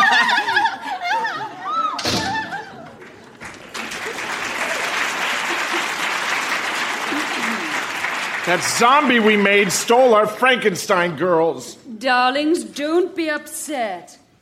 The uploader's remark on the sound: Recorded Live 11/10/2014 at Largo, Los Angeles.